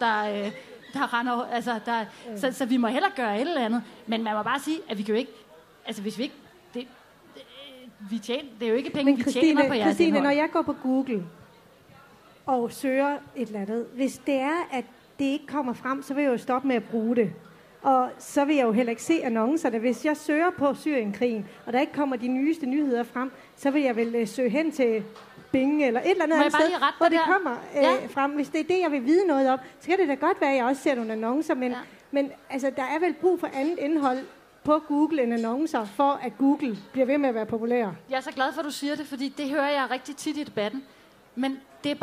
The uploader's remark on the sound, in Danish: LIVE fra Aarhus Festuge